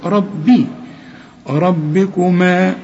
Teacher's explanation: ربكما الراء مفخمة، الباء خد بالك مكسورة